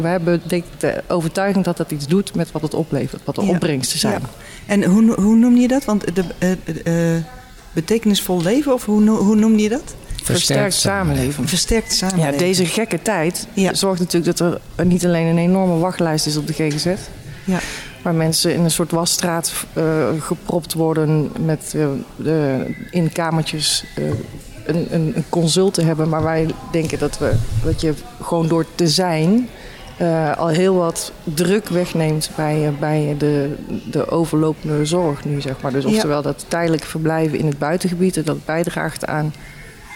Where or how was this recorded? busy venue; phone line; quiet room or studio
busy venue